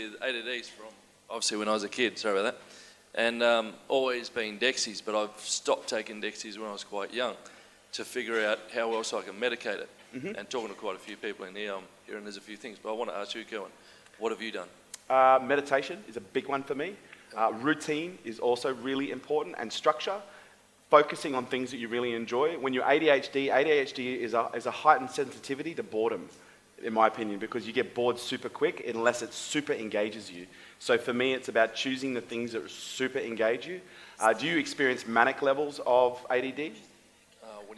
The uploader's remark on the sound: LIVE AUDIENCE